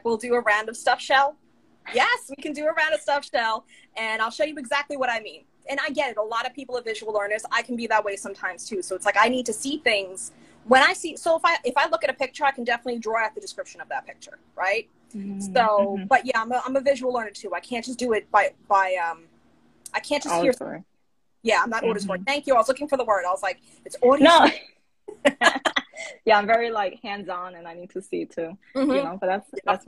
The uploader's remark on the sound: a series of Instagram Live interviews